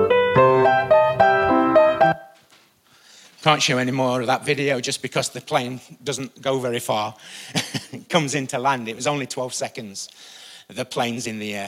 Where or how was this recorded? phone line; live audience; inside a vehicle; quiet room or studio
live audience